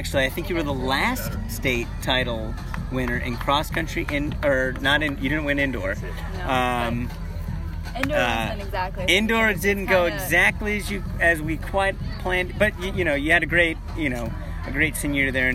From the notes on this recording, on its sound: On location from the Thursday Night Track Meet at West High School.